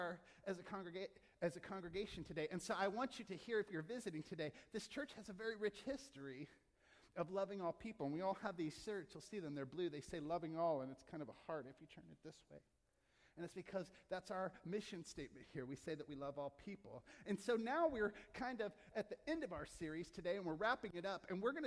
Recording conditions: large echoing room